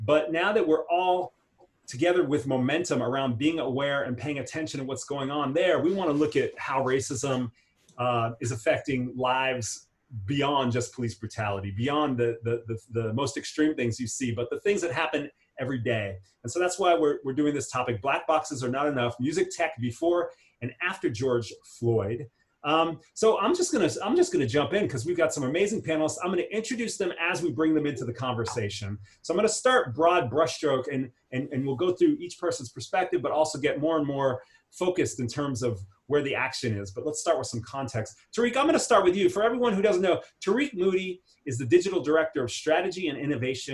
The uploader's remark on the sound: Recorded at one of our online music tech meetups.